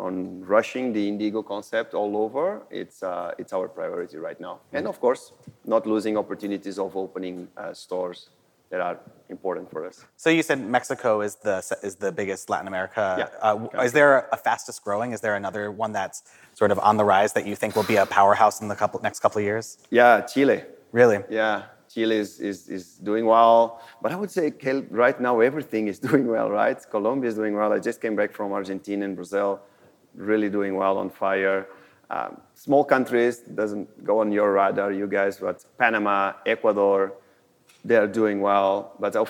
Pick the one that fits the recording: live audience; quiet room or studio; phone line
live audience